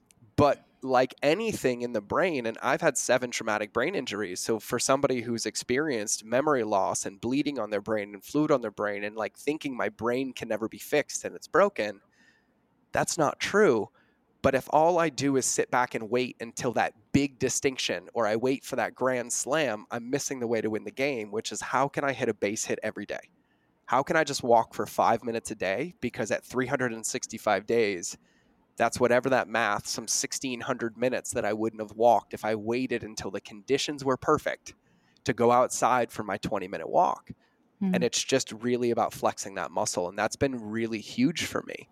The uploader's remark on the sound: Live Event- Lighthouse Business Accelerator.